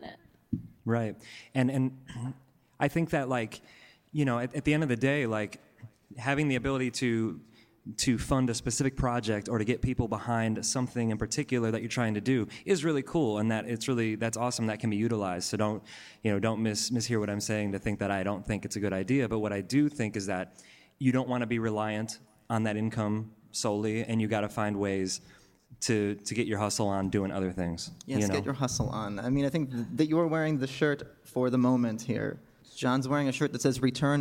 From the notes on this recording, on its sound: In a live podcast panel recorded in September at Rockit Bar & Grill